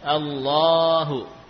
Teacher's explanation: Namun kita baca dengan panjang Allahu, ya. Ya, walaupun tidak ada alif, tidak pula ada simbol alif, ya, kita semua tahu bahwa lafaz Allah lamnya panjang